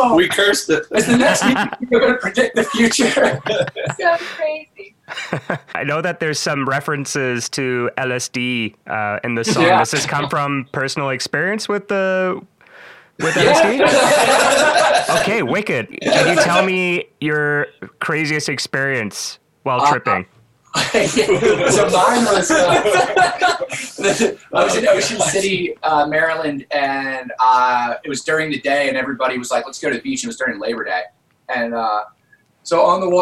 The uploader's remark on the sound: I linked up with the entire band, which was pretty cool as I normally just get to speak with one member for these interviews, but this is also why the audio on this one isn’t the best.